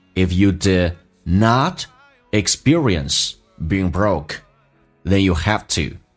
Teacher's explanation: And that puzzle is youVery good.我们来看一下，红色字体不被强调，都是非实义词汇，用降调来发，以速度很快，一闪而过，显得黑色字体特别的强，这个突出，显得有节奏。黑色字体主重词汇，实义词汇强调它的主重元音，比如说 not 强调啊， broke 强调 oh，让它发得更加饱满或拉长一点